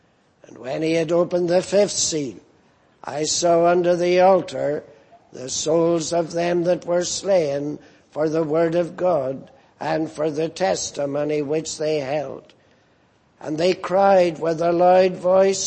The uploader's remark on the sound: at the Lord's Day Morning service on 17th June, 2018